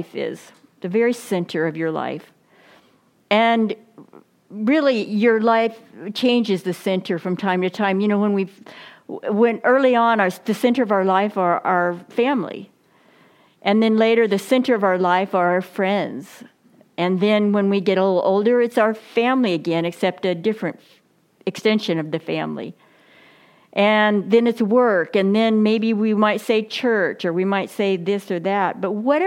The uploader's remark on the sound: Reformation Sunday message delivered during the Contemporary Worship service.